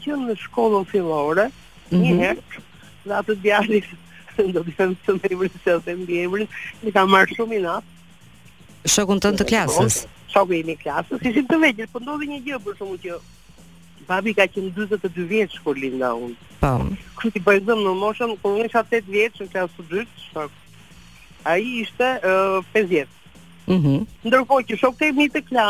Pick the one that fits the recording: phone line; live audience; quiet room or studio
phone line